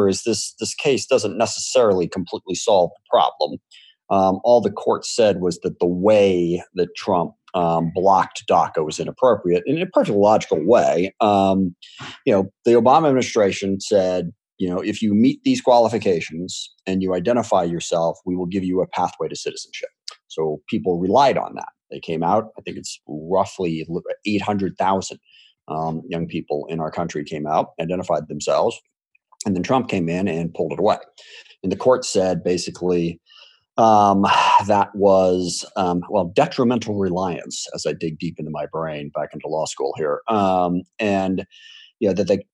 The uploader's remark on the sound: This discussion was recorded live for an online town hall on Saturday, June 20th, 2020.